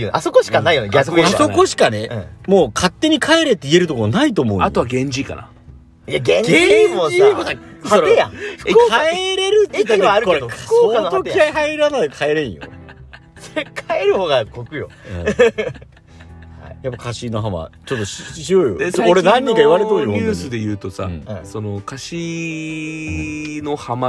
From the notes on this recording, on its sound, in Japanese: 庭にマットを引いてたんですが、雨が降り出して車の中へ。金曜日の焚火会3人で収録しております。